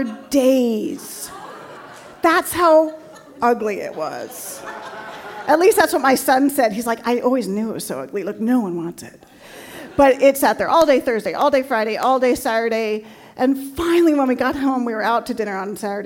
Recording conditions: live audience